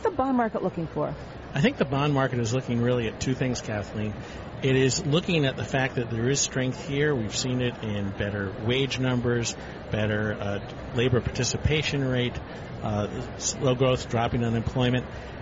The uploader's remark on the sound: Live from the 2016 US Tennis Open.